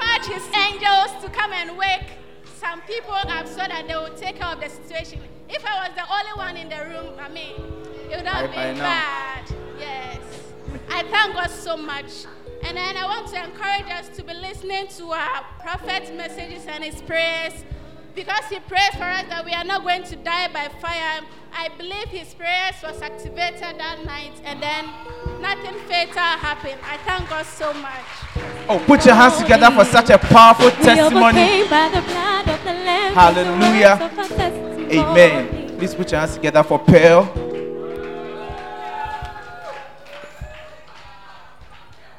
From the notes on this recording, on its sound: Preached at First Love Center; Ayeduase